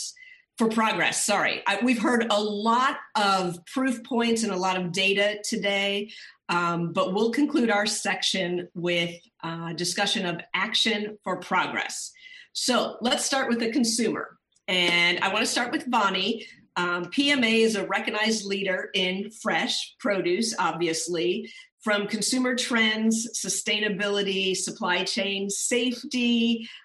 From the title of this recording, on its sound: Live from the FOOD IS HEALTH Digital Forum